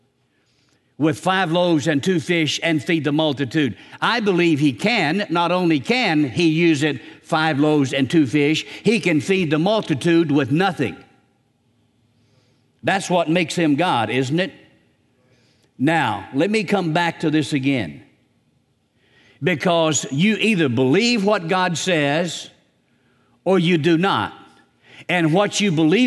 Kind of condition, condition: setting, large echoing room